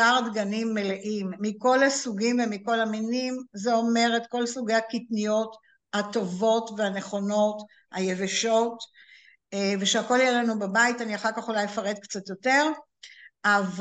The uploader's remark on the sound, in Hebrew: הקלטה של הרצאת זום.